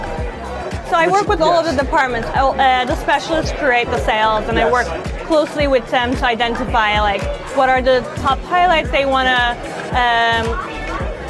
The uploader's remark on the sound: Live At Sothebys Luxe Edit. Visiting the Luxury Edit Exhibition at Sotheby's before the live auction.